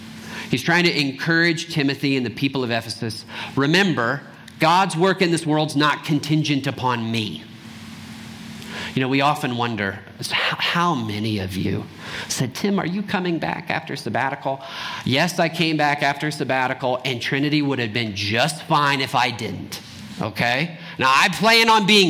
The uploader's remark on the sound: Trinity Anglican Church Littleton, CO